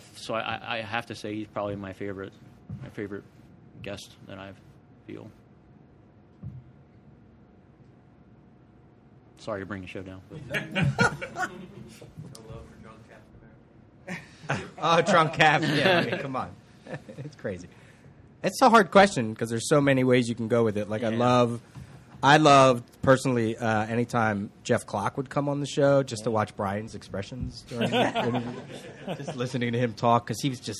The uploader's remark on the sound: Live from Golden Eagle Comics. Aided and abetted by a live studio audience of listeners, friends, and family.